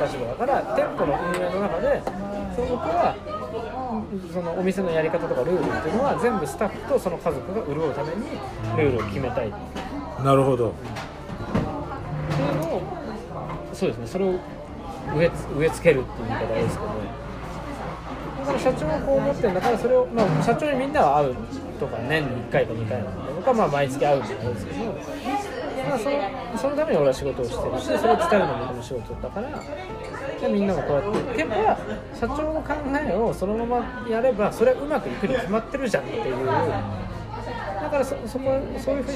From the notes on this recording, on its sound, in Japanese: 今回、初の二人でのトークを収録！居酒屋トークを収録！マイク通してないので聞き苦しいところはごめんなさいm(__)m。